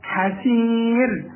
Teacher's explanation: الراء اللي بقول لك عليها يسبقها ياء رقها